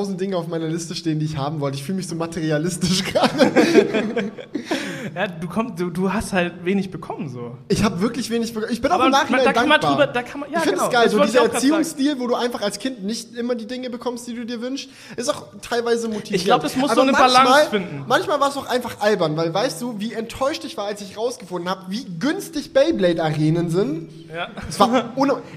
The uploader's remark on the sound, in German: Zum ersten Mal vor Live-Publikum! (Aufzeichnung). Haben wir uns zum ersten mal vor ein Live-Publikum gewagt und gemeinsam mit euch das Theater K in Aachen gerockt.